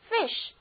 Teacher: Please confirm your telephone message by writing to me.就是请给我来封信，好进一步证实你在电话中传达的消息。那下面这个单词呢，就和吃有关，它是我最喜欢的一种食物，是 fish，F-I-S-H，fish，意思就是鱼，鱼肉。字母 I 在这里的发音是短而急促的 I，而 S-H 这个字母组合应该读作 sh，就是那个拉长的 S 当作音标来的时候念作 sh。我非常喜欢吃鱼，因为啊，鱼肉吃多了不会长胖，而且还含有丰富的营养。